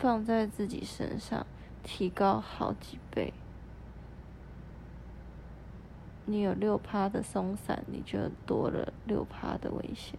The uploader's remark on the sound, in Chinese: 先說這是一段很臨時的錄音。我趴在床上準備睡覺。於是我翻身拿起手機，開啟語音備忘錄，在一片靜默的黑夜中，閉著眼半朦朧的狀態下錄音。